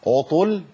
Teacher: لما اقول عطول يبقى ابدلت التاء بطاء · Term: ابدال حرف